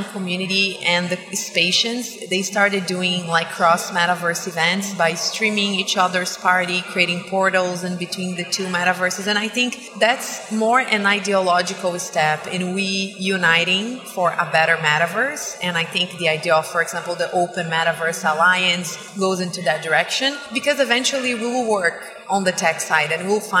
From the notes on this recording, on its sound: This episode was recorded at the podcast booth at Web Summit on November 2, 2022.